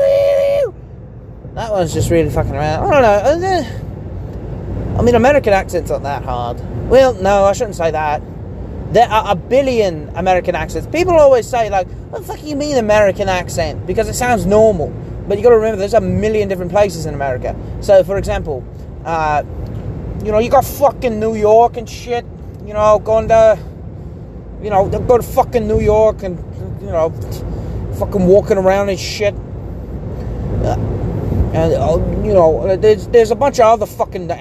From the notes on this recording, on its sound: Just me screwing about in the car